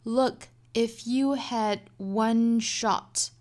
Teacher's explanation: Yo, his palms are sweaty.首先我们来做英音的语音讲解 Look, if you had one shot 我们看这个 had 尾部的这个 d 的发音即使在歌里它的语速比较慢的情况之下这个 had 也没有发出来所以我们注意哈后面遇到辅音的时候这个 t 或者是 d 是很有可能会把它省掉的